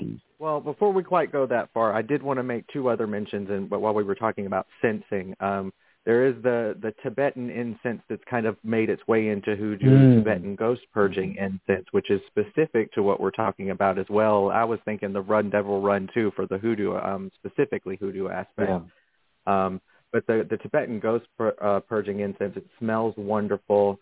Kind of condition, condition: link, phone line